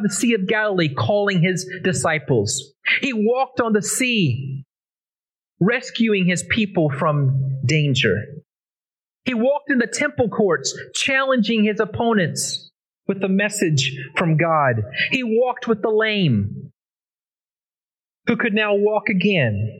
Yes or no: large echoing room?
yes